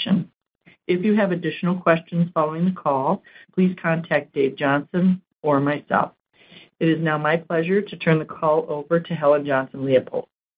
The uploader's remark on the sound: Q1 2024 earnings call, unedited